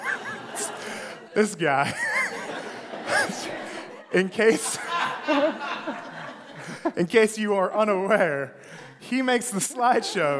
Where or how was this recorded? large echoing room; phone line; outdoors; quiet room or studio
large echoing room